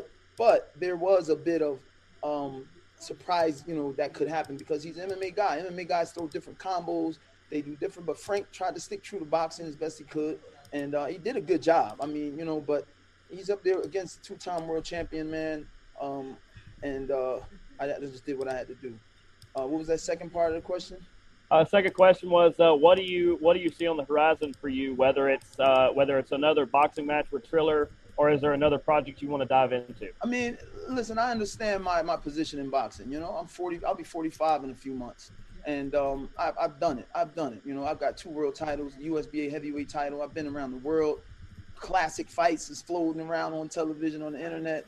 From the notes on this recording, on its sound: Post Fight Media Conference.